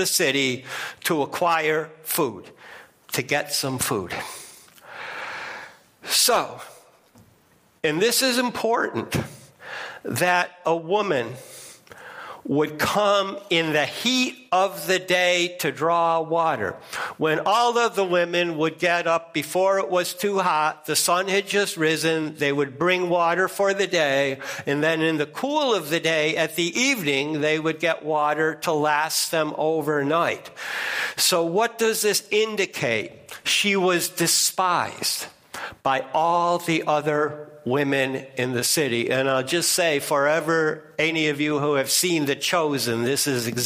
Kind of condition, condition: setting, large echoing room